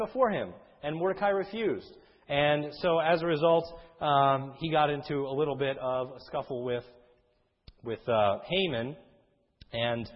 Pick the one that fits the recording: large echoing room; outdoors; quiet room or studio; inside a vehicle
large echoing room